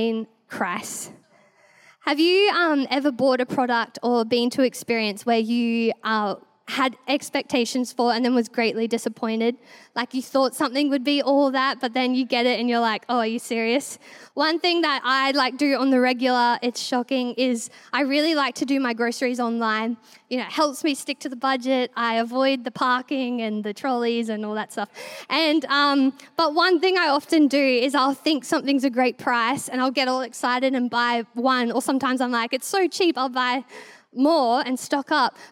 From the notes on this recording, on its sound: This was recorded in our 5pm service on the 15th of Januray, 2023